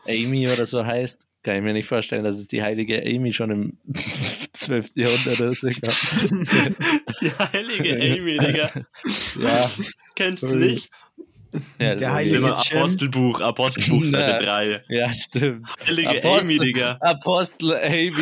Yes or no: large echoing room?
no